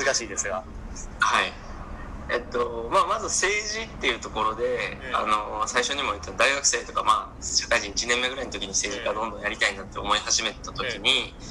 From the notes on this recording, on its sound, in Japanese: この番組初のZOOM収録です！(ジャカルタ↔千葉)。